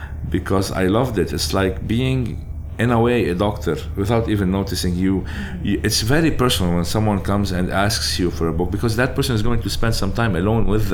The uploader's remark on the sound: recorded at his board game cafe On Board